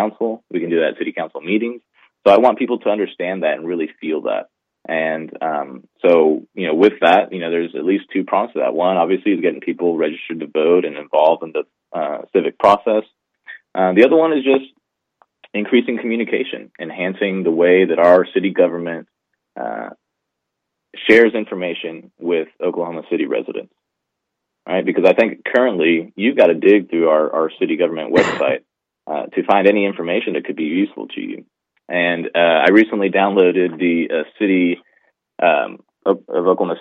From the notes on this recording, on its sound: called in around 5:45